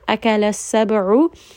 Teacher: عين is going to be from the middle of the throat